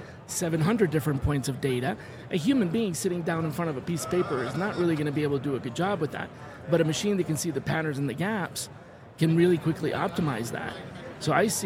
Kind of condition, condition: setting, busy venue